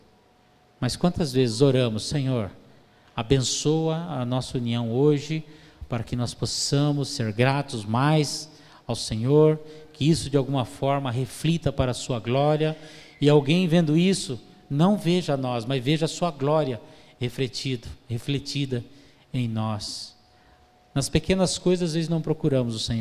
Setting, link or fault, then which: setting, large echoing room